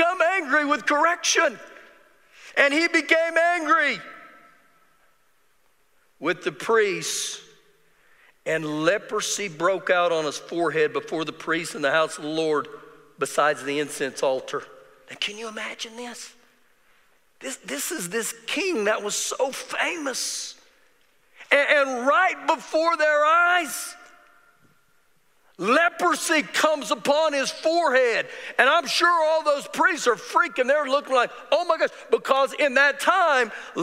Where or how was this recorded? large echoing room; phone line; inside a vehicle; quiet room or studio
large echoing room